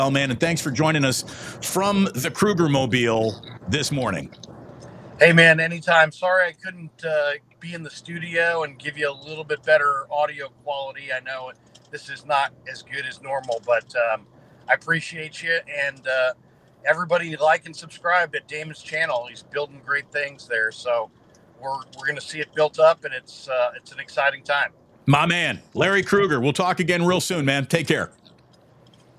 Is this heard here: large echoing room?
no